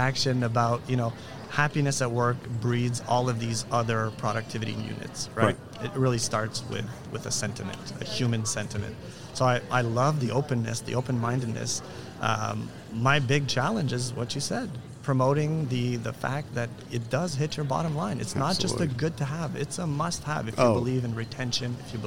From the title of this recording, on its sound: Live from SHRM 2022